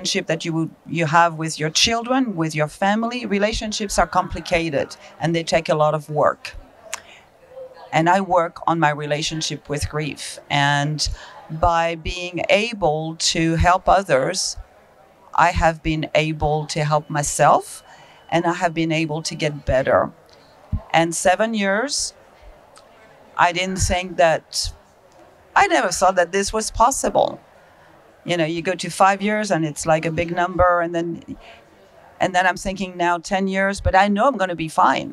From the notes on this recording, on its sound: At the 45th National Conference of The Compassionate Friends in Houston Texas, 2022